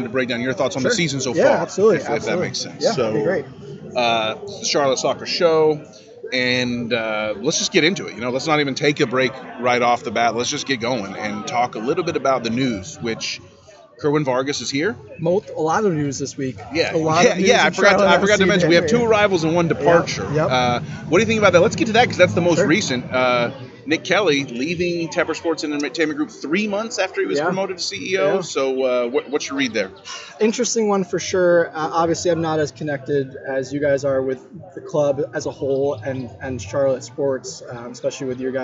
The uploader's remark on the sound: first time at Birdsong Tap House in NoDa